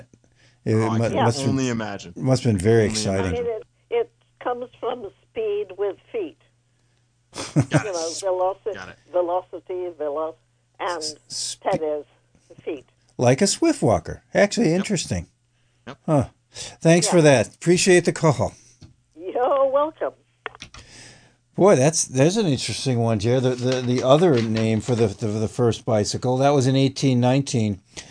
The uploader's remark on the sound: An hour of community call ins.